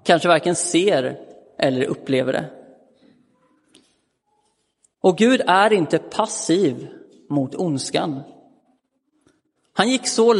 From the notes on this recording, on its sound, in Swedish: Inspelad i Roseniuskyrkan den 15 januari 2023.